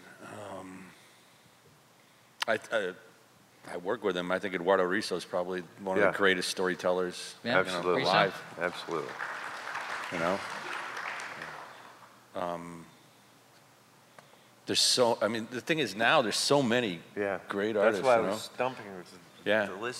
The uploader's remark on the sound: a very rare appearance at the Toronto FanExpo Q&A Panel